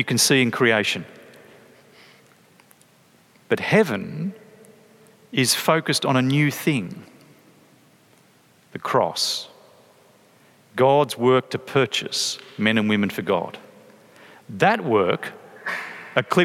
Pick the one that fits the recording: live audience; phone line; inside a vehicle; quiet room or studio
live audience